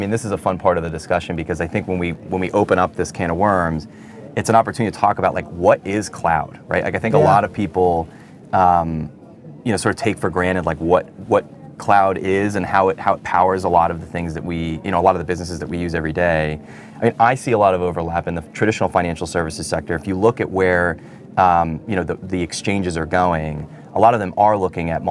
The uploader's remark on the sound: recorded at Paris Blockchain Week 2023